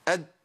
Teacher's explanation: يعني لو قطعت صوت وما مشيتش نفس تبقى دال